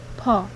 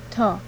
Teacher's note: Examples of aspirated P, T, and K